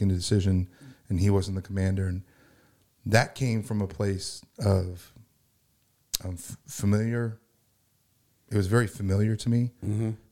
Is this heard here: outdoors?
no